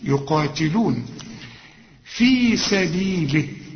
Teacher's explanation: التاء لازم تاخد بالك انها مكسورة وطلعها رقيقة